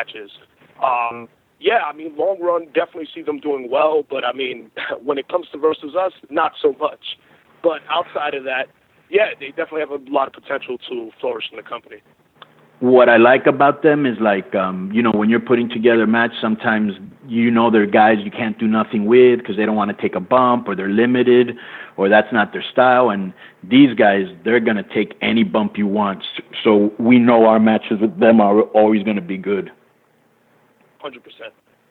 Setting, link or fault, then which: link, phone line